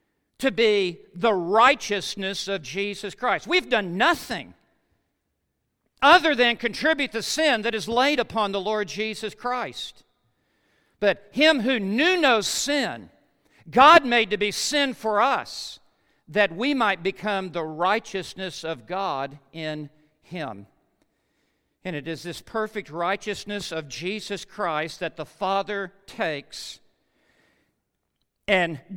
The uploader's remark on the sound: Truth & Life Conference 2017 at The Master's University Session 4